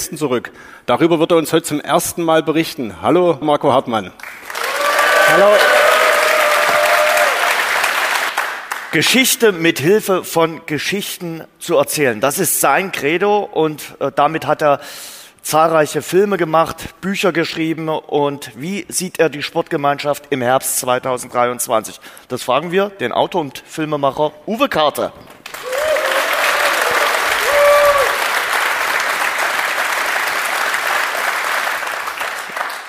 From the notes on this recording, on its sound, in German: Der Live-Talk aus dem Alten Schlachthof Die dritte Live-Ausgabe unseres Dynamo-Podcasts "Schwarz-Gelb" bot einen Abend voller Einblicke und spannender Gespräche.